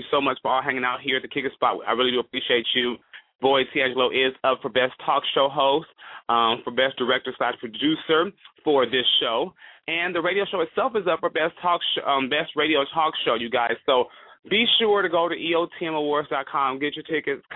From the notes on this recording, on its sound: a veteran calling in LIVE from Afghanistan